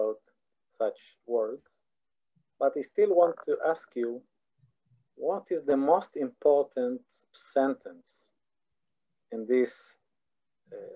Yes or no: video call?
yes